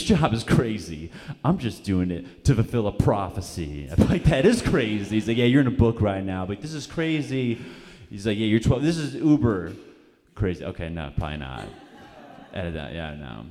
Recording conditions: busy venue